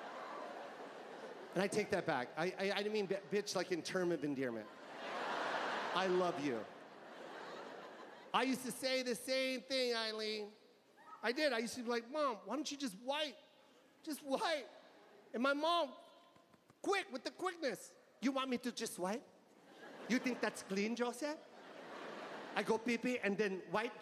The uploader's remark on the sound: Live from the Los Angeles Forum 2022.